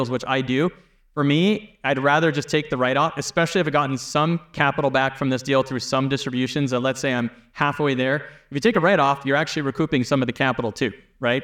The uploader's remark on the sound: Keynote Address from the Left Field 2023 Meetup. The audience comes in hot with burning questions.